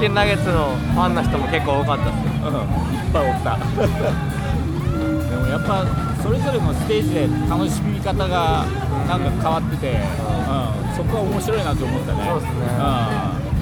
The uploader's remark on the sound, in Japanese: 芥屋の砂浜沿いで行われるライブフェス「サンセットライブ」の会場から。場所はサンセットライブ会場内のBlueRoofブース裏。